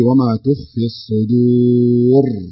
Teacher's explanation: الراء مفخمة لأنها سكنت وقبلها حرف الواو الساكن وقبلها حرف الدال المضموم